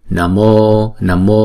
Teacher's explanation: Chữ O vốn là diphthong cho nên chúng ta sẽ đọc hai nhịp.